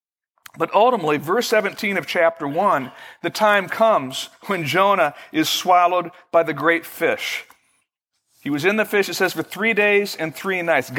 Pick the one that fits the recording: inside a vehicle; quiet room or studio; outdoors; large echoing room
large echoing room